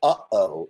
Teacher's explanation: The cessation of air when you say uh-oh, even between words · Term: glottal stops